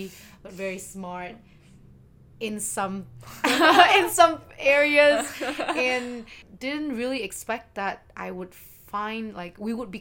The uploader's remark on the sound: We apologize for the uneven volume, we haven’t really figured out this fancy micro yet